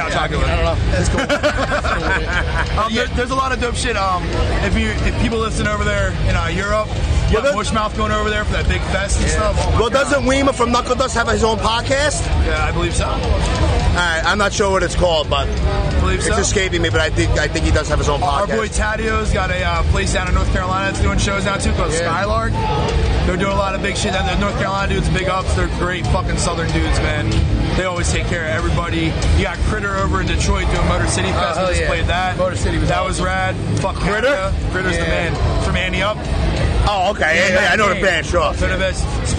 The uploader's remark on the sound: Recorded Live from This Is Hardcore 2018 at The Electric Factory in Philadelphia. Yes, it's hectic in the background and people make little cameo appearances... This is what happens when you have no map to follow when doing a Live podcast from a hardcore festival with thousands of people.